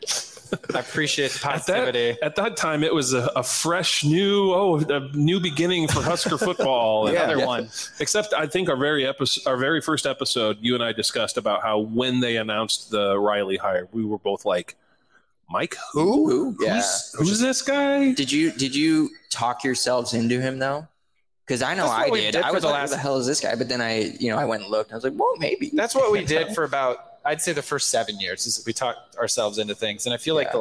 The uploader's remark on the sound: Live from the Hurrdat Sports Bar!